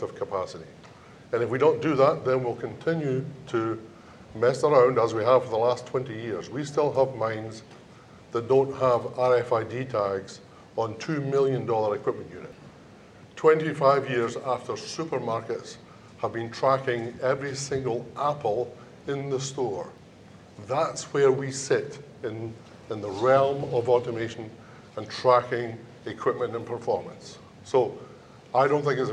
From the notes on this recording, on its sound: This episode features a round-table discussion on mine automation recorded live at The Northern Miner's Progressive Mine Forum held at the MaRS Discovery District in Toronto in October 2018.